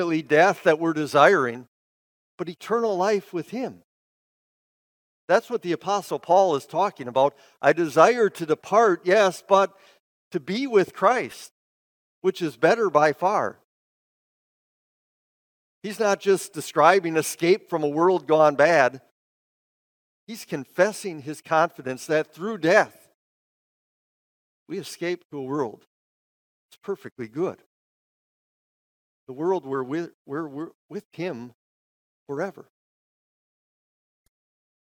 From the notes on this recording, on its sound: Bethany, Appleton, WI. Preached this sermon at Bethany's Easter worship.